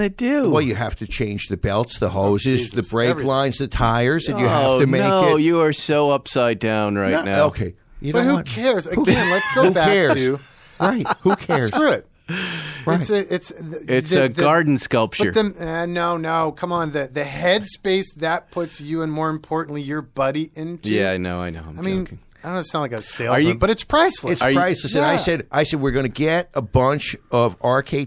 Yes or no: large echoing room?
no